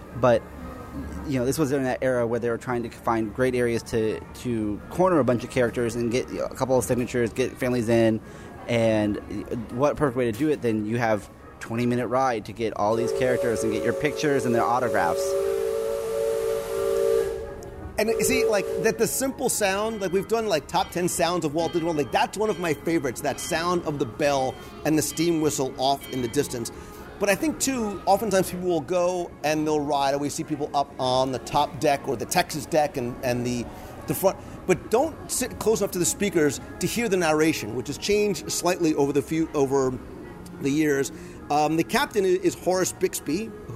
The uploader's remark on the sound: Recorded Live from Walt Disney World. Recorded LIVE inside the Magic Kingdom.